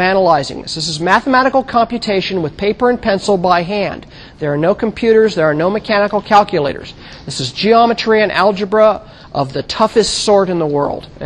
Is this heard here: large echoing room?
yes